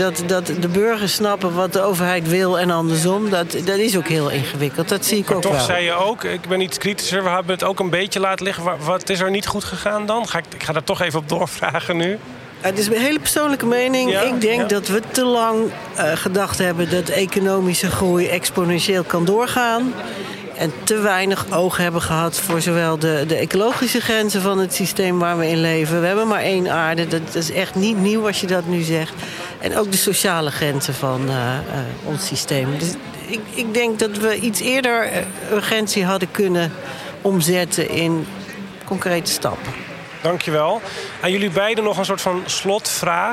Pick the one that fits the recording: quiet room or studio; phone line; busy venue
busy venue